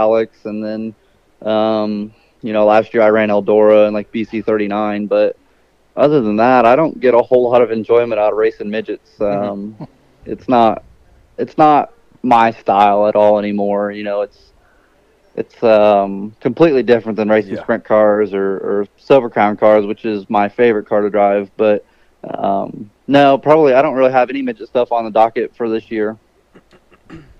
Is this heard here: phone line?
yes